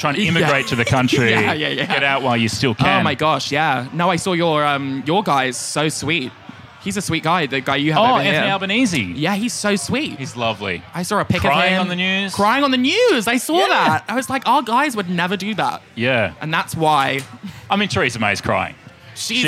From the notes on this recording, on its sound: We’re taking you backstage at Comedy Republic. We're recording heaps of bite-sized episodes live in the green room.